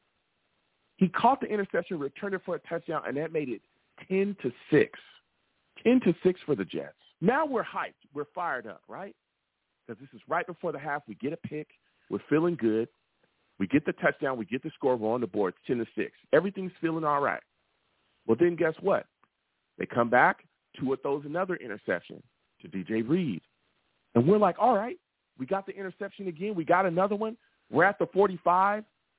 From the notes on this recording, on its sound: New York Jets VS Miami Dolphins post-game show! I take live callers!